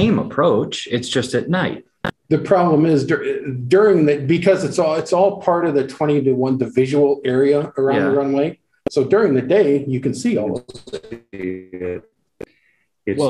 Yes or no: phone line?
no